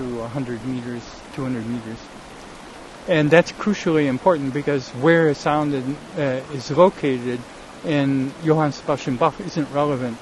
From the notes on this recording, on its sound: A streamside introduction. Recorded in the OREGON mountains, on a beautiful JULY morning. The #Sun2Sound little speaker & mp3 player I keep referring to and using during the the talk.